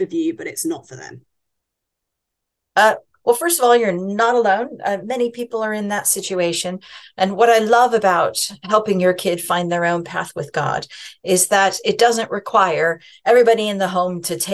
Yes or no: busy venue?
no